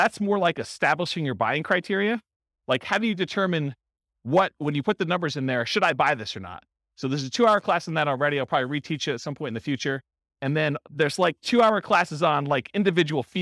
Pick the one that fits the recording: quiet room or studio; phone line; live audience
live audience